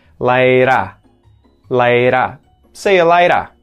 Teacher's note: The U gets turned into a schwa sound in there instead of ooh, you're going to hear see ya, see ya, and later, the T turns into a D flap again, or a T flap